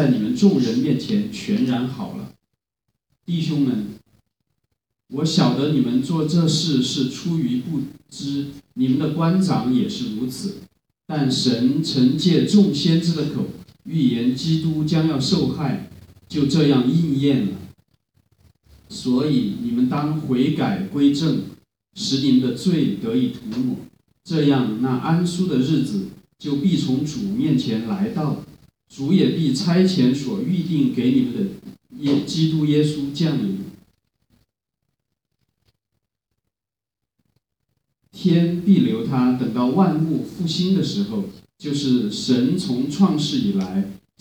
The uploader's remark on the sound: Living Stone Chinese Community Church. Preached at Living Stone, Sunday 2018-01-28.